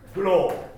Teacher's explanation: そのローを言う前に喉の奥にグッグッグッ、この音が入るんです